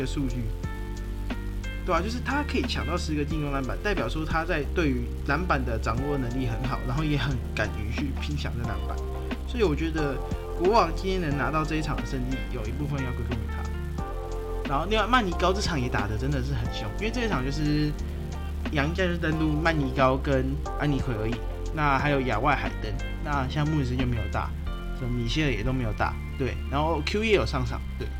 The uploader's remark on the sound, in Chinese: 這一集因錄音設備出現狀況有雜音問題較為嚴重